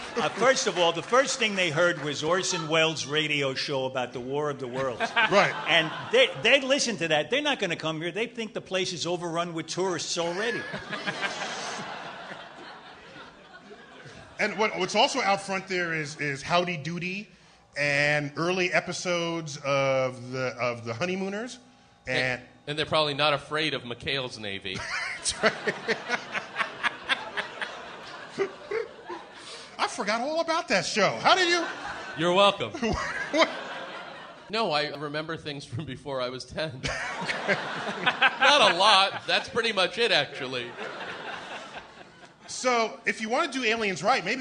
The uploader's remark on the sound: Live at the Bell House